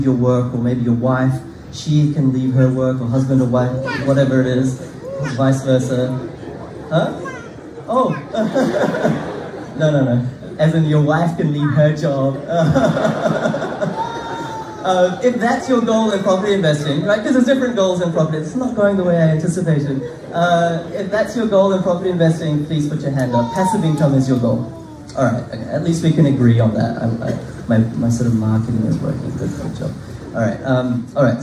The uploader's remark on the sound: a live in-person Property Meet Up at the Castle Hill RSL Club, Sydney